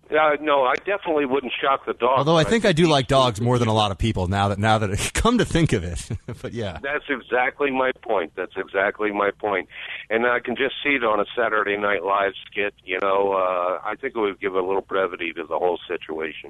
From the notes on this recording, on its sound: your phone calls